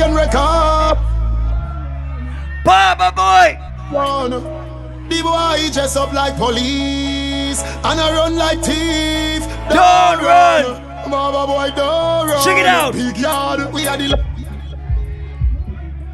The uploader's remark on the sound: Live audio recording of part of my set at Island Saturdays